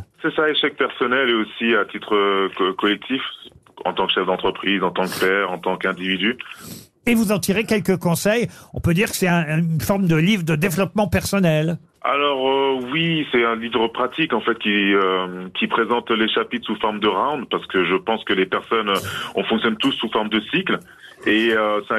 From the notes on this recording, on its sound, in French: au téléphone des Grosses Têtes